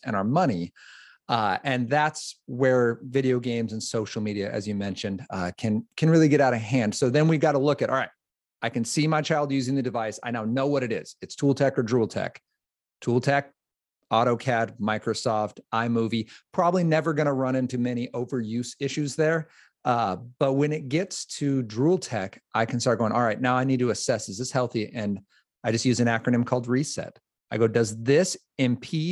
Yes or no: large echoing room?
no